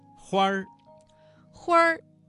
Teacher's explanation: 这个词当中的花字加了一个卷舌音，变成了儿化音